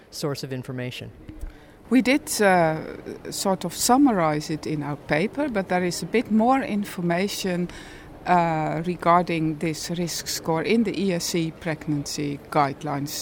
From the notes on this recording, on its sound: This podcast was recorded at the European Society of Cardiology Annual Scientific Sessions, Barcelona Spain, August 31, 2014.